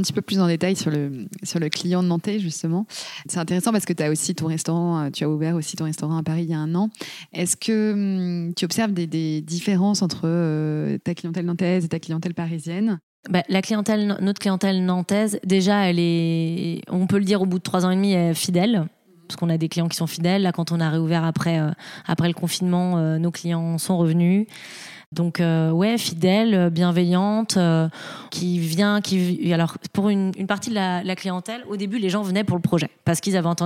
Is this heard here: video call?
no